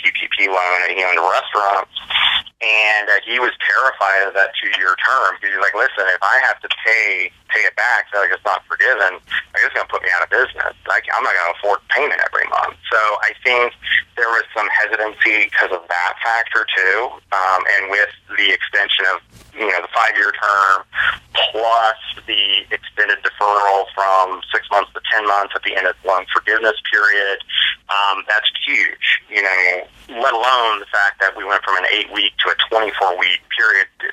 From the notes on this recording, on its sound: Hosted a media call. Were joined by media from the three states via phone.